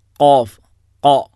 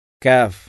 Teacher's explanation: കാഫ് എന്ന് പറയുമ്പോൾ നാവ് മുകളിലേക്ക് ഉയരുന്നില്ല · Shown in: second take · കാഫ് എന്നാണ് പറയുന്നത്.